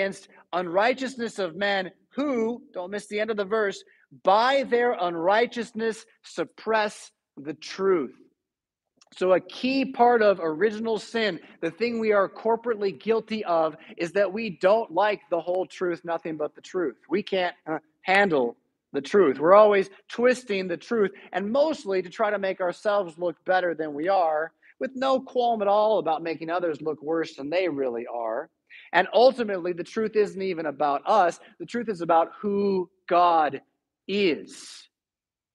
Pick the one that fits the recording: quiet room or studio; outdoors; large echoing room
large echoing room